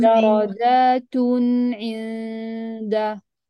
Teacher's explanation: أنا حاط صوت نون ومظهرة، نعم إذا تعطيها زمنها. · Term: التنوين